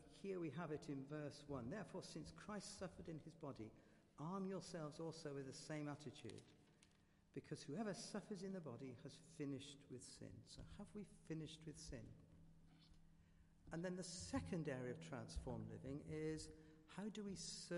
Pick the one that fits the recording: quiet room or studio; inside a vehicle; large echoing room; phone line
large echoing room